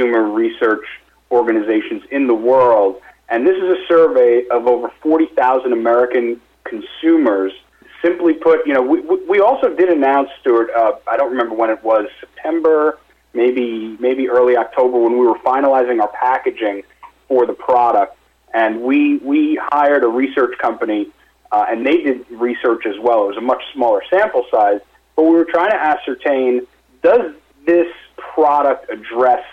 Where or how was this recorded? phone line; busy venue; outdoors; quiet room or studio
phone line